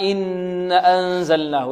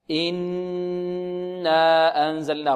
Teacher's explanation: مد الألف بمقدار حركتين هكذا، إنا نغن ونمد الألف بمقدار حركتين هكذا · Shown in: second take